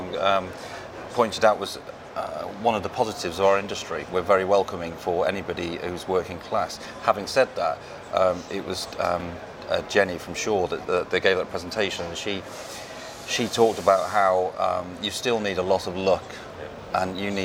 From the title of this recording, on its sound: Live From ISE 2020